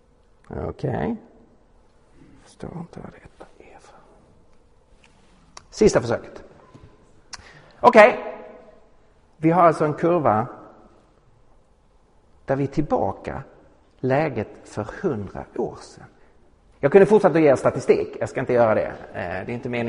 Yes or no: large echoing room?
yes